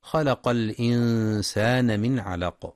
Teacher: ويراعى أيضا الإخفاء الحقيقي في كلمة الإنسان مع مراعاة الإظهار الحلقي في من علق لوقوع العين بعد النون، ويراعى أيضا قلقلة القاف عند الوقف.